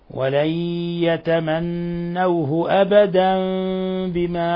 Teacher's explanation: لاحظ أنه جاء عندنا تنوين وجاء بعده الباء، والحكم التجويدي هنا الإقلاب، إقلاب التنوين الذي هو في حكم النون الساكنة ميما مخفى